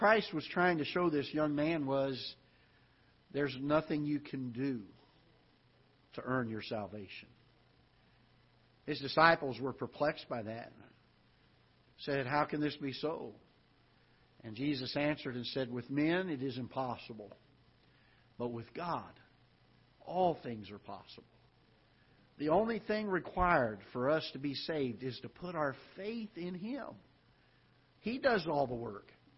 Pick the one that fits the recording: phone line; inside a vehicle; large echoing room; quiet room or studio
large echoing room